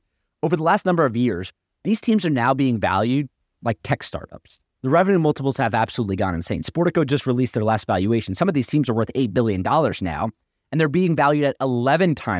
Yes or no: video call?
no